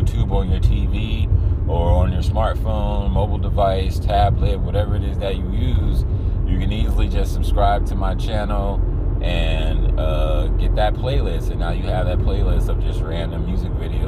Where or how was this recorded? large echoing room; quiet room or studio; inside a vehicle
inside a vehicle